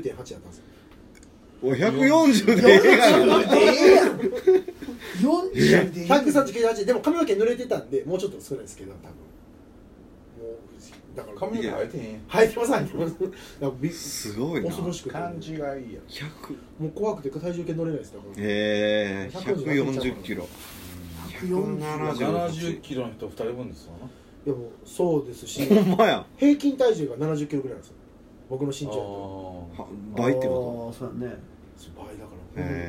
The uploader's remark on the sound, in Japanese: RECORD(お店)より